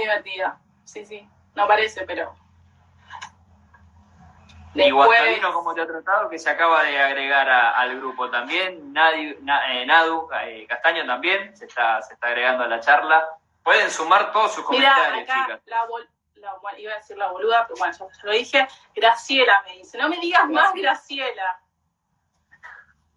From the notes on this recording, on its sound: VIA INSTAGRAM LIVE